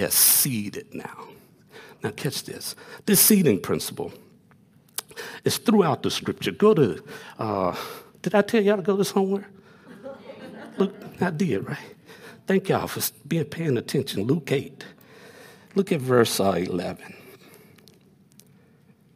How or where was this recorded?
large echoing room